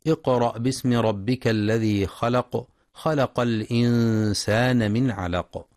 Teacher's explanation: مع مراعاة الإظهار الحلقي في من علق لوقوع العين بعد النون، ويراعى أيضا قلقلة القاف عند الوقف.